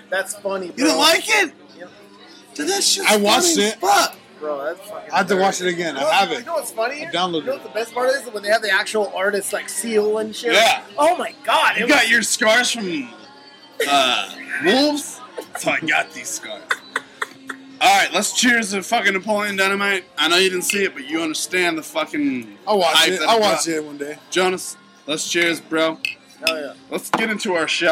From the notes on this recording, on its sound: coming at you live from the Woodshed 2, a few drunk people stop by and mumble some BS